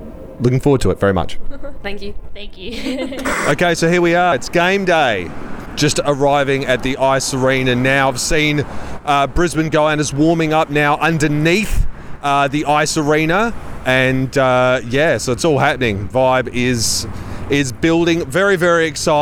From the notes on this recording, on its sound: Capturing all the action on the incredible first Adelaide weekend of the season, featuring live audio of both games.